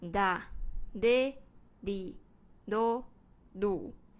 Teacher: 这个组合呢，它带有一点点的鼻音